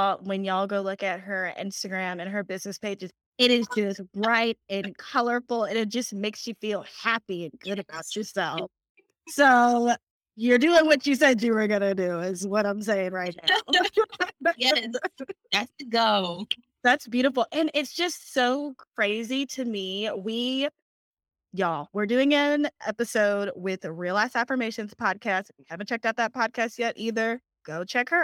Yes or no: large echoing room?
no